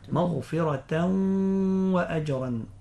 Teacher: حكم هنا حكم الإدغام بغنة لوقوع الواو بعد التنوين، حكم نون التنوين الإدغام.